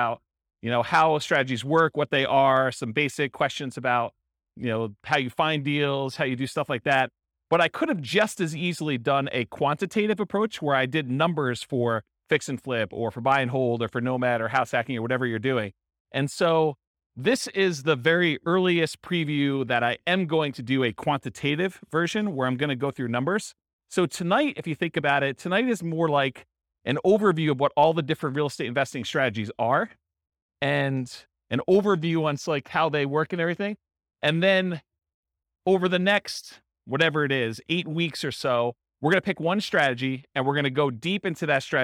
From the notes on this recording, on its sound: This was a live class recorded